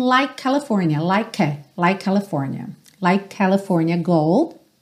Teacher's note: o E não é pronunciado, então você tem o K como último som da palavra, e a próxima palavra começa com a letra C, o mesmo som